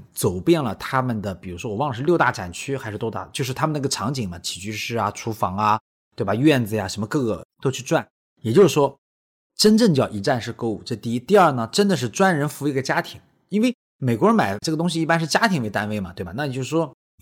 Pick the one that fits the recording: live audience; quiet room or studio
quiet room or studio